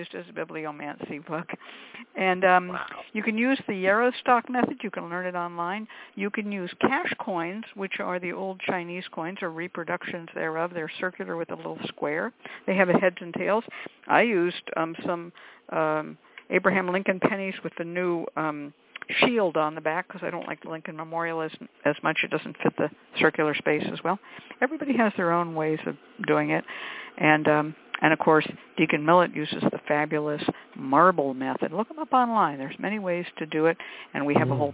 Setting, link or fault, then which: link, phone line